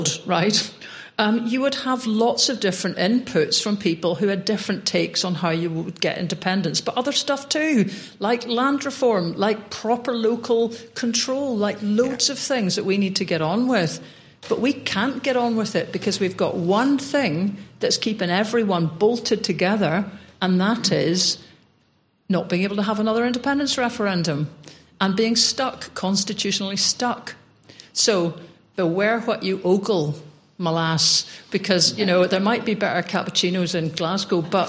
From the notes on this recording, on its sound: Live at Imagine Belfast Festival-Podcast Special. We were invited over to record an episode of the podcast in front of both a live audience in the Accidental Theatre and on-line. An audience we wanted to join in.